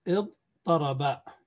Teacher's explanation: ثم يجب أن نقلب التاء إلى طاء كما شرحنا من قبل، لأن فاء الكلمة ضاد فصارت اضطرب